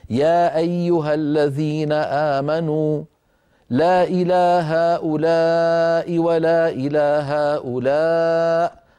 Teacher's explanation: ممكن أن نقرأ لحفص المد المنفصل بمقدار حركتين. يا أيها الذين آمنوا لا إلى هؤلاء ولا إلى هؤلاء، فنقصر المنفصل ونمد المتصل، هذا وارد لحفص ولغير حفص موضوع قصر المنفصل.